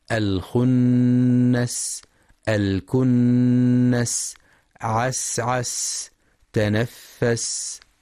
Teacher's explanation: وينتبه لهمس السين الساكنة ورخاوتها، خاصة عند الوقف عليها